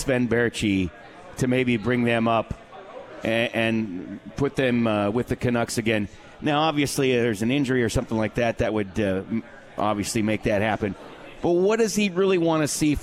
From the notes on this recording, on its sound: live from The 72 Tavern